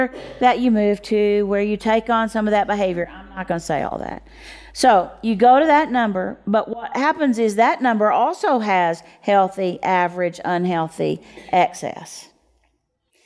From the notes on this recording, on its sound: At the Micah Center in front of a small audience.